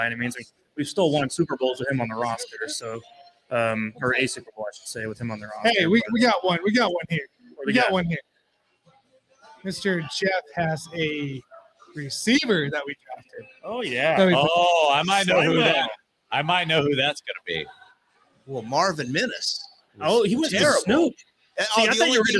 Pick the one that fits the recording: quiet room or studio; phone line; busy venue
busy venue